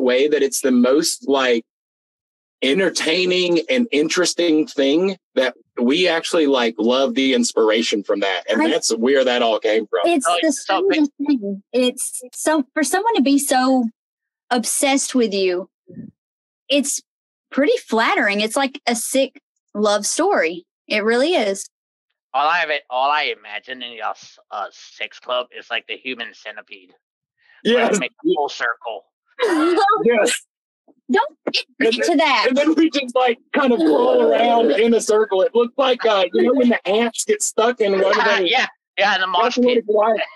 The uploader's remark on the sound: This is pure chaos and the sound wasn't the best but it is hilarious!